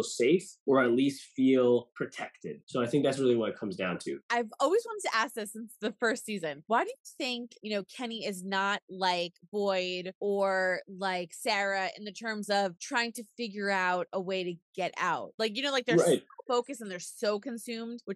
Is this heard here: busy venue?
no